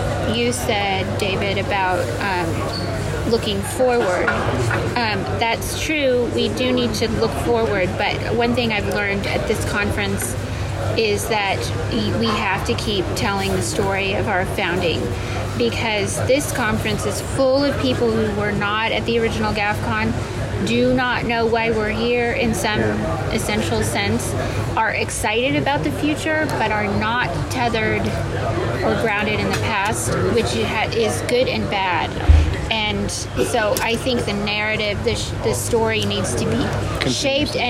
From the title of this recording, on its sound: On Location at GAFCON23 (Day 5)